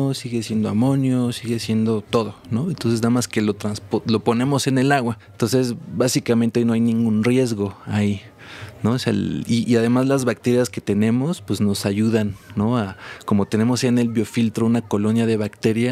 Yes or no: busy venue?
yes